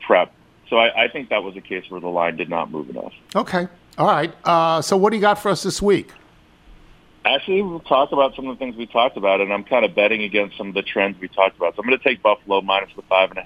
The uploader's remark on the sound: Phones in to give his thoughts. Call in with their weekend picks.